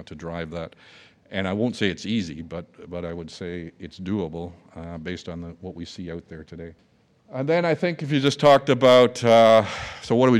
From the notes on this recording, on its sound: a keynote speech recorded live at The Northern Miner's Progressive Mine Forum held at the MaRS Discovery District in downtown Toronto in October 2018